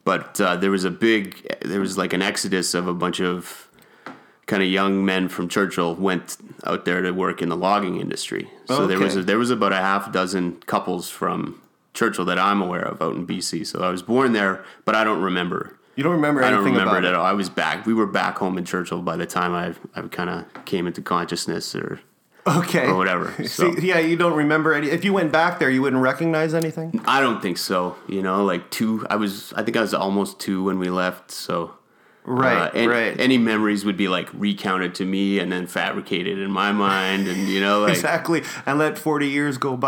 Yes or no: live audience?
no